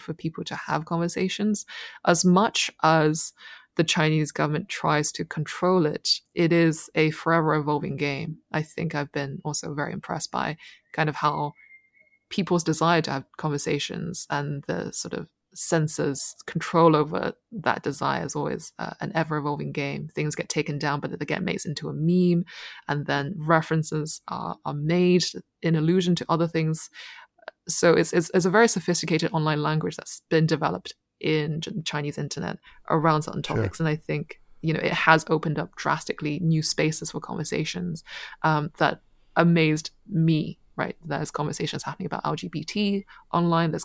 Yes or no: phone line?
no